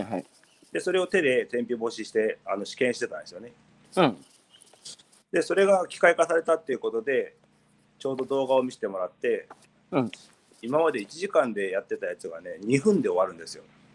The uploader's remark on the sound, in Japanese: 大分県佐伯市。歩きながら1時間、対談する。